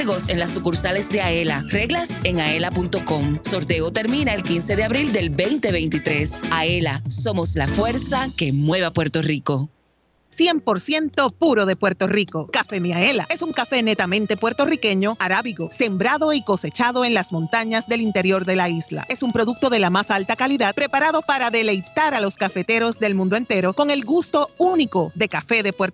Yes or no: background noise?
no